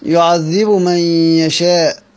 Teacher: والباء تضغم في الميم · Term: الإضغام الكبير